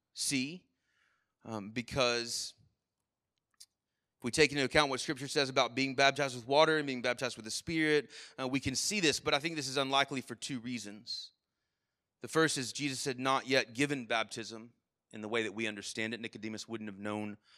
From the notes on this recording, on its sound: Sermon Audio from our Worship service